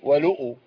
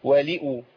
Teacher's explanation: بس همزة مضمومة بعديها. خدي بالك ما تضميش اللام عشان الهمزة · Shown in: second take